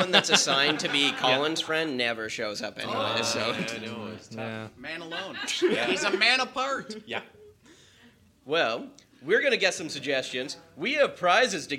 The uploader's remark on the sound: It's our first live episode! We come to terms with actually having an audience.